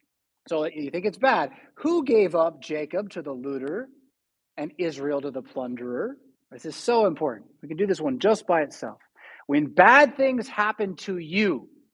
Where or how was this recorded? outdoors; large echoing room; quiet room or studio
large echoing room